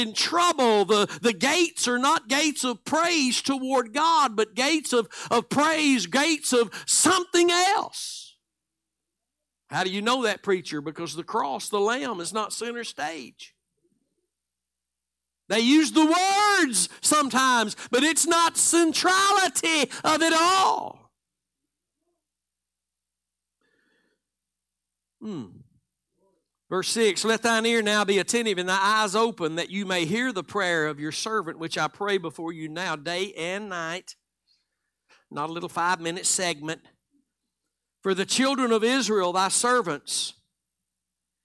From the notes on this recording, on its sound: Live Sunday Morning Service